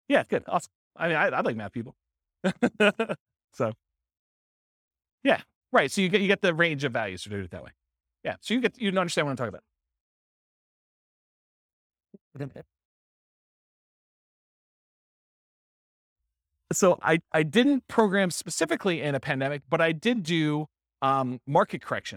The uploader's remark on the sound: This was a live class recorded